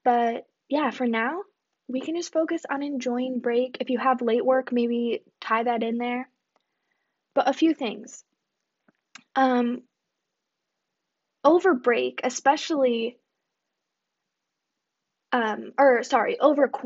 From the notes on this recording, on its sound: Still working on my audio situation lol!